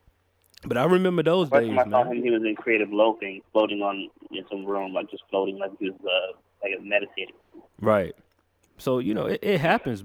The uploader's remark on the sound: we decided to open the lines conference call style for artist to ask questions at will